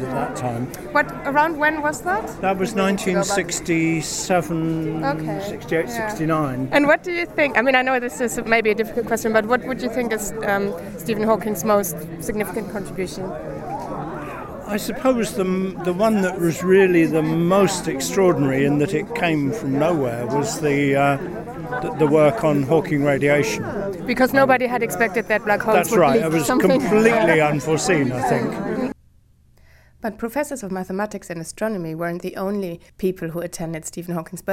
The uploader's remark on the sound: recorded at the symposium